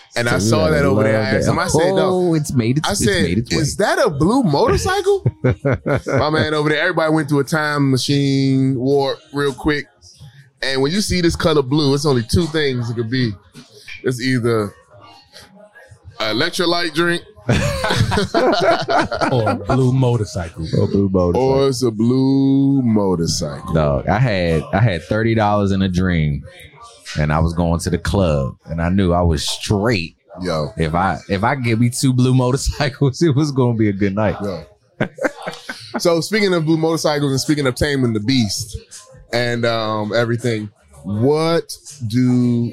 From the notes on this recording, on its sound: We're coming to you live from the vibrant Oasiz Bar and Grill in Hyattsville, MD! Live on location Oasiz Bar & Grill.